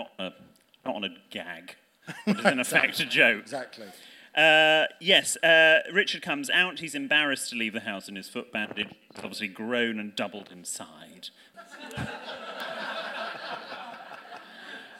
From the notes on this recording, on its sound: Recorded live in London in November 2023. There's a spurious attempt at a Hyacinth impression from an audience member.